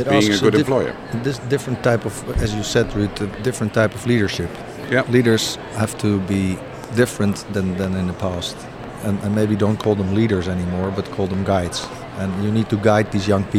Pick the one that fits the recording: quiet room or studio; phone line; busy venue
busy venue